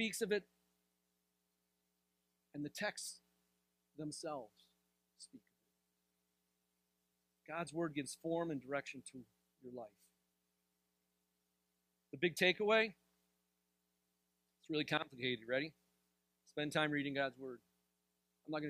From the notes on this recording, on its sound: This sermon was delivered on January 7th, 2024 at Grace Church in Granger, Indiana.